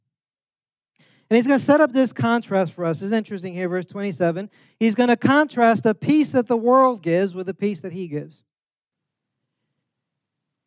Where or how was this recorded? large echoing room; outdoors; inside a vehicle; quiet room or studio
large echoing room